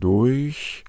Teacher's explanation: Wir sagen nicht durch, sondern wir sagen durch. Es verändert den Laut des Us ein bisschen. Das R hat aber keinen eigenen Klang.